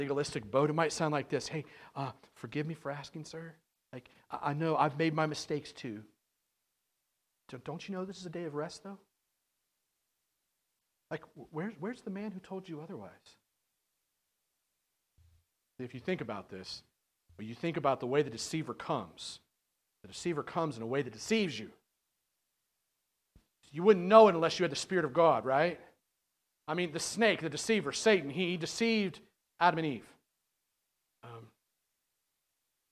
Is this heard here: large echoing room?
yes